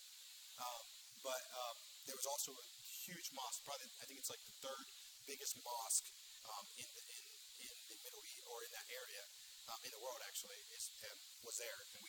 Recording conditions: large echoing room